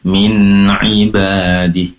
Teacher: Ditahan dulu durasi penempelan ujung lidah bagian bawah ke langit-langit, yaitu makhrajnya tempat keluarnya nun, ditambah lama durasinya min ibadi, seperti itu.